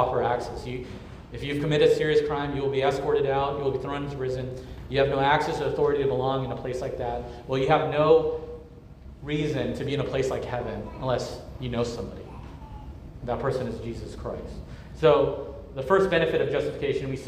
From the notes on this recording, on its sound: at Immanuel Church of Orange County on July 23, 2023